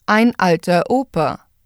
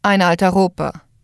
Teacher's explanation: German uses the glottal stop much more frequently, especially in front of all vowels at the beginning of a syllable or word · Shown in: first take · that is, ein alter Opa.